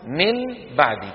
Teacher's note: قلب النون الساكنة أو التنوين عند الباء ميما مخفاة بغنة